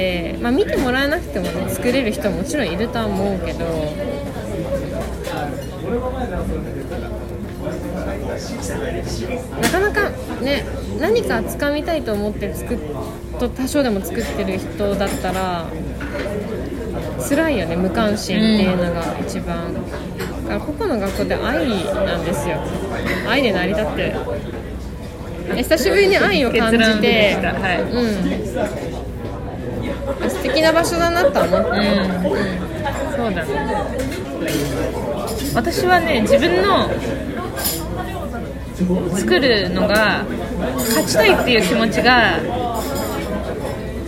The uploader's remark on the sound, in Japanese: 2020/12/19 19:47新宿の喫茶店タイムスにて収録